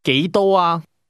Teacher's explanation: the tone rises from the mid level to the high level before returning to the mid level.